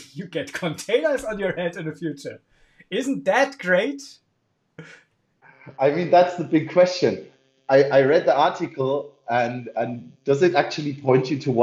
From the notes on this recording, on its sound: In this episode, we're struggling a lot with our equipment - Slack- and Phone-Calls, Screen Sharing, etc. Technical imperfections. In this episode, we're struggling a lot with our equipment - Slack- and Phone-Calls, Screen Sharing, etc.